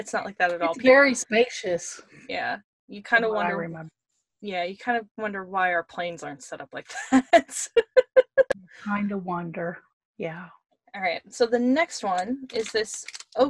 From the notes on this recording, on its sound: produced via Zoom conference call